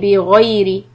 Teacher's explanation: ghayn fatha gha heavy sound followed by ya madlin